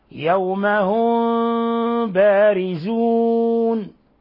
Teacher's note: وجه بإخفائها يعني تترك فرجة يسيرة بين الشفتين مع غنة من الخشوم، وهذا هو الوجه الأشهر، وهذا مذهب المغاربة وبلاد الشام وسائر البلاد العربية. · Term: إخفاء شفوي